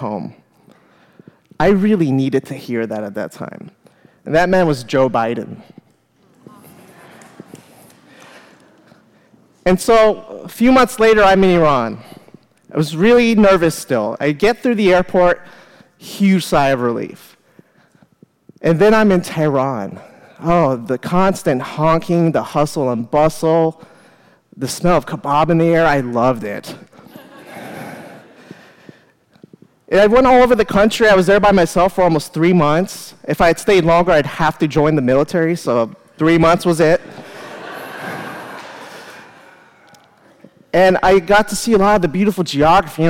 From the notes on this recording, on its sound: live at The Fremont Theater in Portland, Oregon